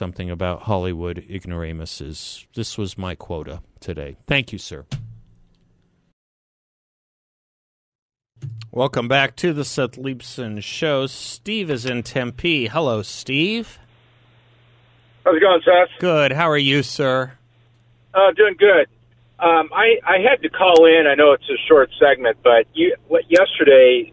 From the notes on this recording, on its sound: joins the show by phone